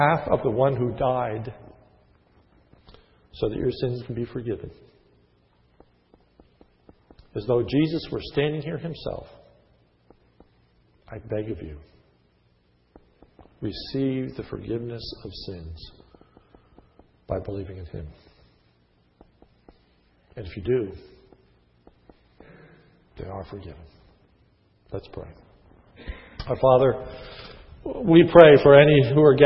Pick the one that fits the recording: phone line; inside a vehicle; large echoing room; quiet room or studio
large echoing room